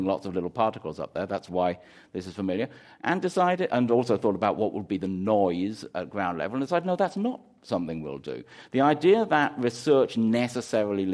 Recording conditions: live audience